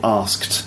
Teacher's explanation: ask ends in a k sound, and k is an unvoiced consonant sound. Unvoiced because you don't use your voice, that's you don't use your voice like that as your voice.